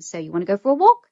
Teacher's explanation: It goes up at the end with your tone · Term: intonation